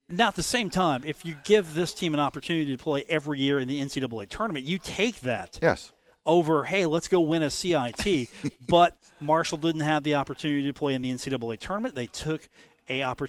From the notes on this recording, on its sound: broadcast live from The Union Pub and Grill